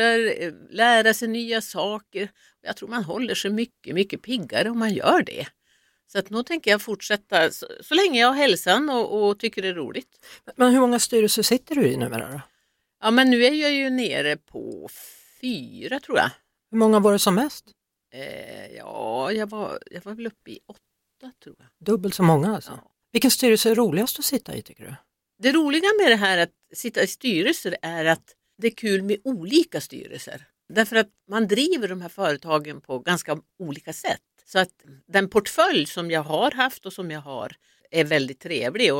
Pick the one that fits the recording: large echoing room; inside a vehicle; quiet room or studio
quiet room or studio